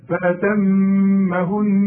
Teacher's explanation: انا اتكيت على الميم وطلعتها، شوف غنيتها